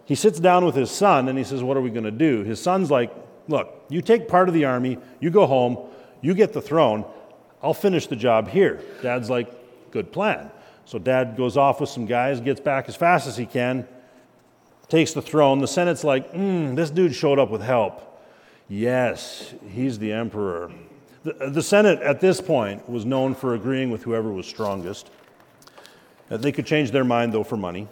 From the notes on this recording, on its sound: At Christ Covenant Church we are doing a monthly lecture.